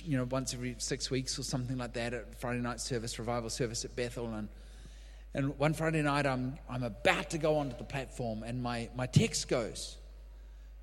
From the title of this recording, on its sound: LIVE at Echo Church